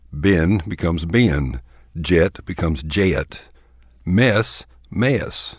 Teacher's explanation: in the traditional or classic Texas dialect, we tend to convert one-syllable words to two-syllable words · Term: Texas diphthong